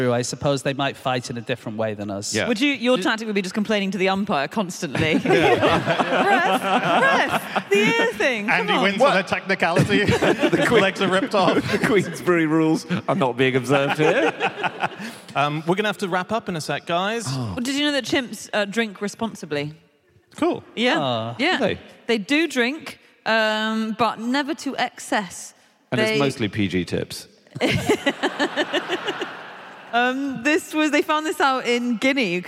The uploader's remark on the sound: Live from Aberdeen